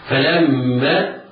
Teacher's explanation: ميم مشددة تغن بمقدار حركتين